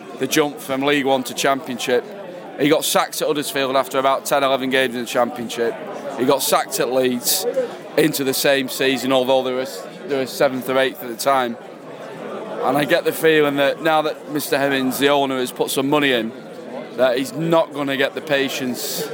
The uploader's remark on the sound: post match podcast from the pub